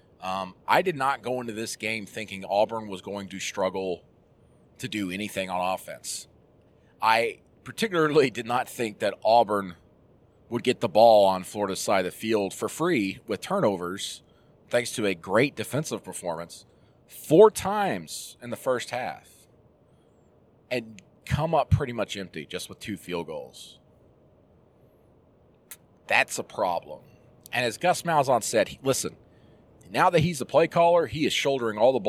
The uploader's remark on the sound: Jumps on the horn while driving back to Auburn.